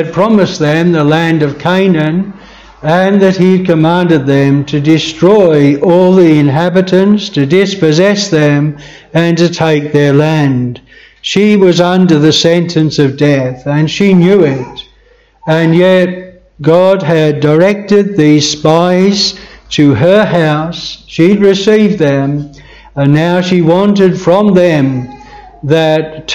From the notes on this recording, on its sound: This sermon was preached at Bethel Chapel Luton.